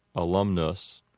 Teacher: The first word, alumnus, is a word we hear fairly often, and the way we usually hear that is with an Americanized pronunciation that pronounces each of those U's with a short U sound that sounds like uh. So that word is going to be pronounced alumnus, that is, if you're using an Americanized pronunciation.